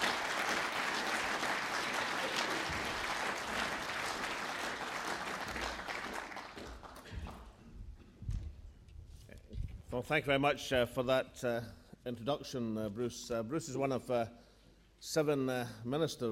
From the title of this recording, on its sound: National Economic Forum: 1 February 2012: Welcome, First Minister’s opening address and Q&A session